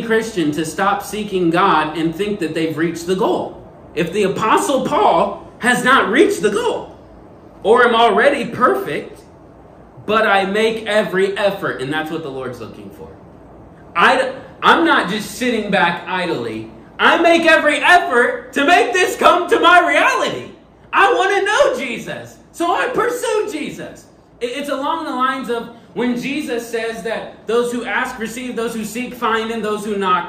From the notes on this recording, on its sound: This sermon that was preached at first love church.